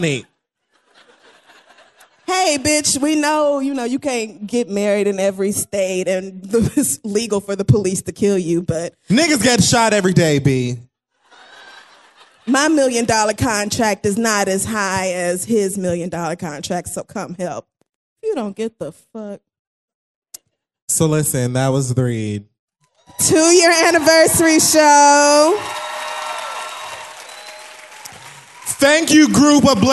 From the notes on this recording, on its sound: The Read Live at The New School in NYC.